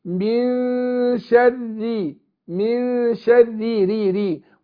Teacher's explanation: بترقق. لما بتكسر الراء بترقق